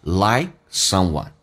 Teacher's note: like 的 k 不用发音，气流阻塞一下